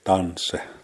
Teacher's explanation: They'll drop that middle I.